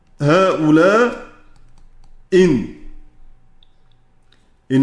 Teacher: هيقرأ بالقصر هؤلاء إن عنده حرف ألف المد بعده همز مغير بالإسقاط بالحذف، همز مغير بالإسقاط.